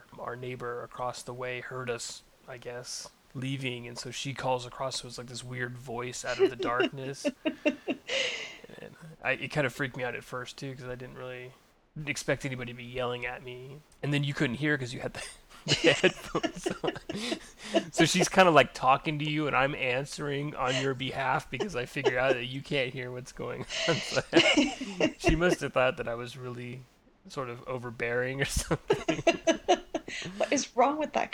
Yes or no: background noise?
yes